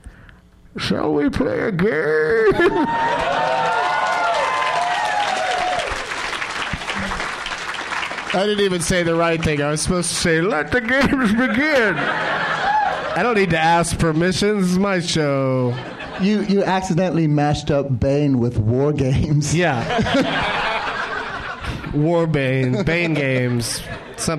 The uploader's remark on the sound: Live from Zanies in Rosemont, IL